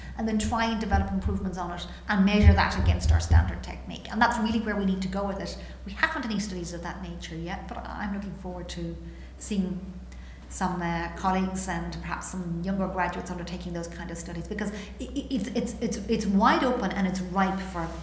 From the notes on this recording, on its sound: LIVE from the IOC World Conference in Monaco.